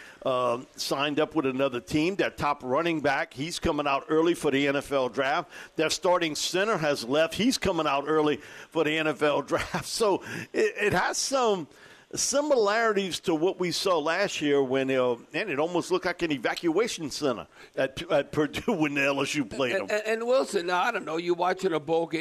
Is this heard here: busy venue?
yes